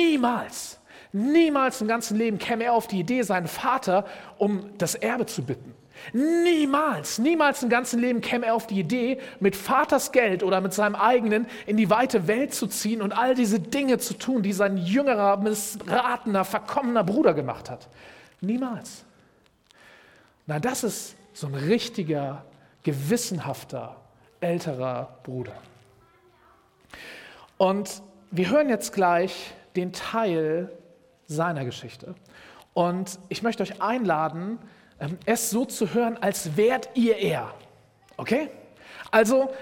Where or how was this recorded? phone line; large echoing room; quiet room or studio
large echoing room